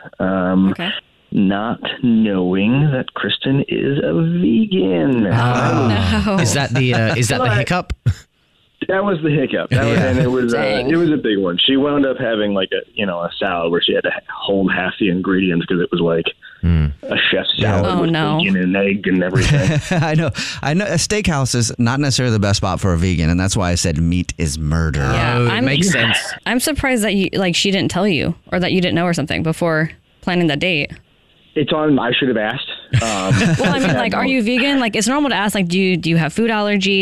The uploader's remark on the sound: Phone Prank